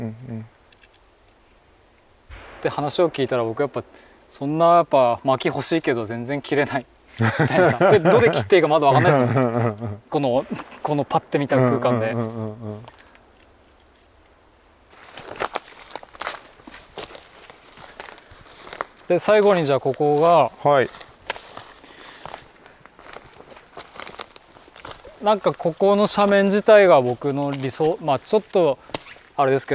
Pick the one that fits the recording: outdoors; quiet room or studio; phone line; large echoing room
outdoors